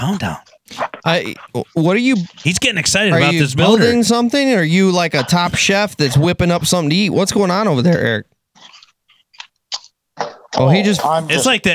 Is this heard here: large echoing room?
no